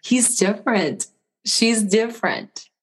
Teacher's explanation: we don't say he's different or she's different, we say it with a rising intonation